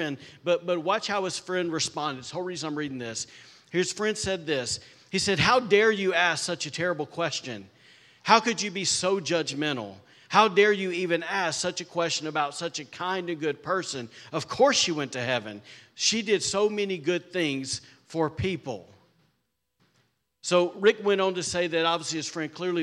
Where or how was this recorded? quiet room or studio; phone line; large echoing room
large echoing room